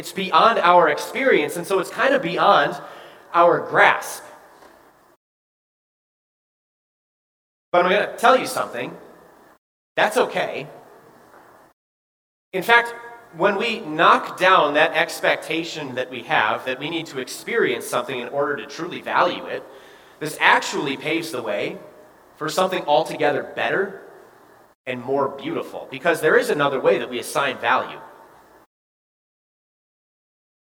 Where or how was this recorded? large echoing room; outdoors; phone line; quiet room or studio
large echoing room